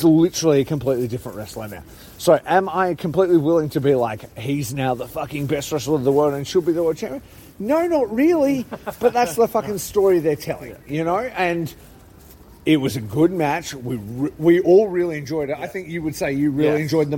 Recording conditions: outdoors